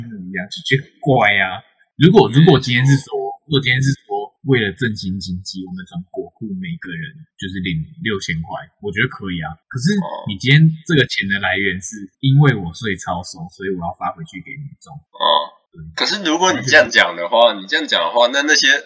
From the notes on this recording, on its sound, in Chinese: 請原諒音質…設備有點問題